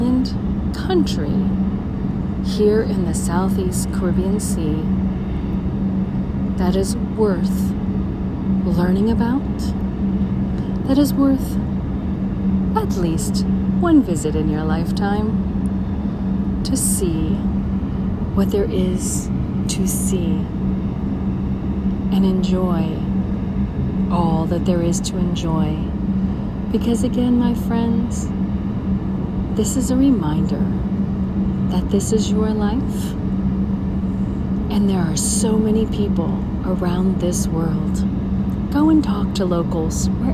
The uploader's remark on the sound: Bridgetown, Barbados. Special Edition On Location Walk and Talk.